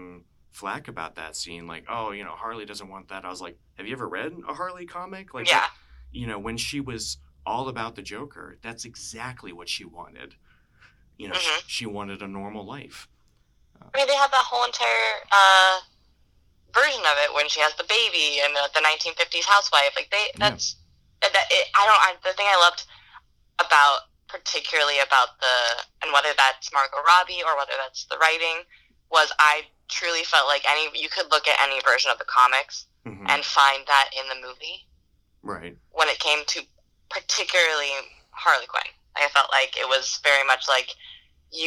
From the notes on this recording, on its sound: via telephone communicator device